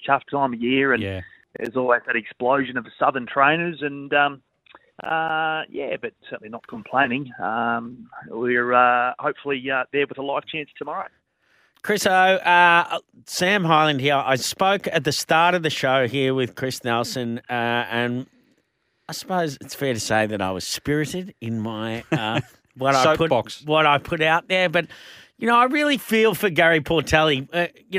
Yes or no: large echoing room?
no